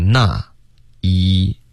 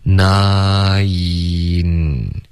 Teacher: 你要发的是一个 nai，然后舌尖再顶上去 · Term: 双元音